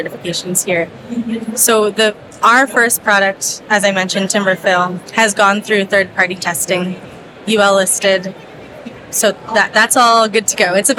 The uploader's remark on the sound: A LIVE conversation from the 2023 Greenbuild International Conference and Expo in Washington D.